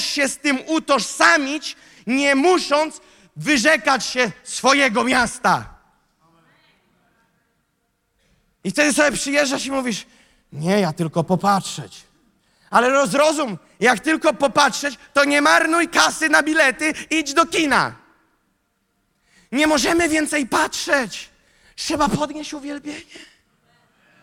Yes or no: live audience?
yes